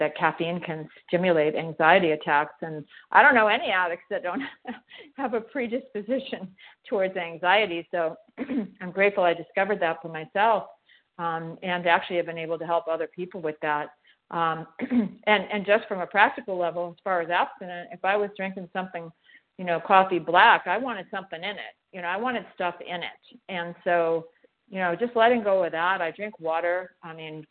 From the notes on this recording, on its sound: from the 100 Pounders Phone Meeting